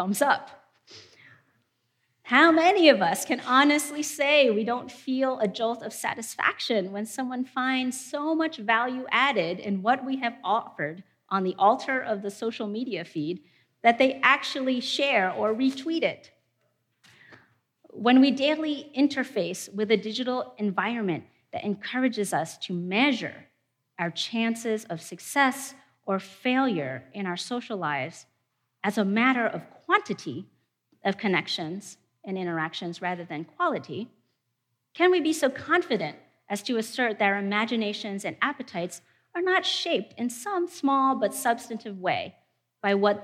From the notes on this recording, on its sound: In a presentation from our 2019 theology conference